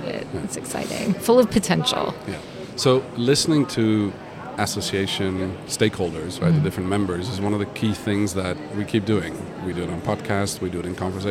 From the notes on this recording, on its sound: Live PODcast recording with special guests onsite at #IMEX23 - Live from IMEX Frankfurt. This onsite series features spontaneous conversations with #IMEX23 visitors, speakers, Event Design Enthusiasts and Certified Event Designers (CED'ers).